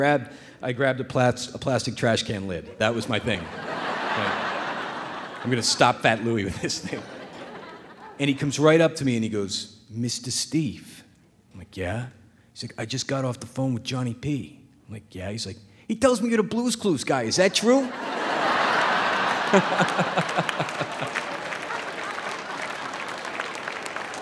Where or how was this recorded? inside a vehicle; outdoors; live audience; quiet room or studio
live audience